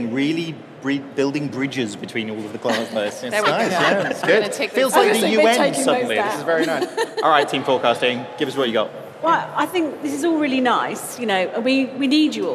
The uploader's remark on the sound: Live at Xerocon. A live panel at Xerocon London 2019.